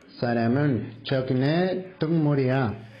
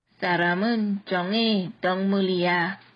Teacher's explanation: So the 적응 part almost blended into one syllable, like 정의, but 적응의 동물이야. You can hear the 기역 받침 of 적 blending on to the 응 sound next · Shown in: first take